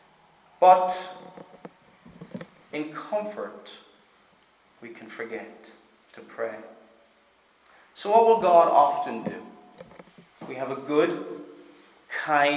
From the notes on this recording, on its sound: Preached at Stornoway Free Church -Continuing